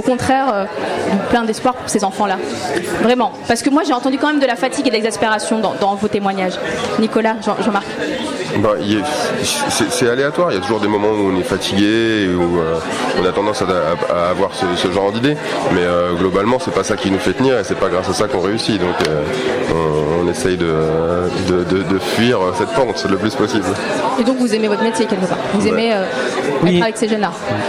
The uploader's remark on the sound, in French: Spéciale FIFDH au Luminor. Ce soir, on s'installe dans le beau salon du cinéma Le Luminor pour la 13ème édition du Festival International du Film des Droits de l'Homme.